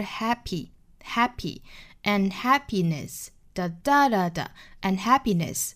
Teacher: Unhappiness 这个词呢，我们注意它的重读呢是在 ha 这个位置